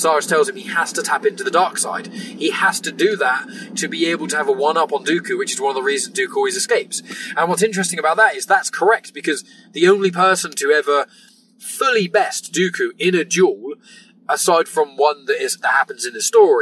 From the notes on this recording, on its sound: Please also note this was recorded in a car so the quality isn't the usual standard!